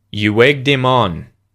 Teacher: because your lips are rounded, you use a W sound because your lips are going to widen for the E vowel sound.